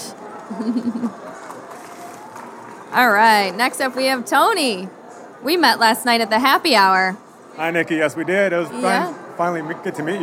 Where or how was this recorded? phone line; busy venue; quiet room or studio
busy venue